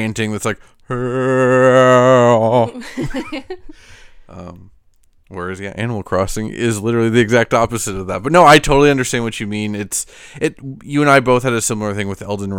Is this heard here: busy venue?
no